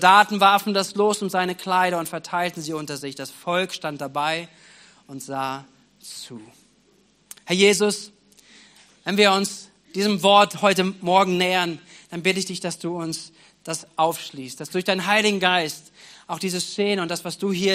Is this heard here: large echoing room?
yes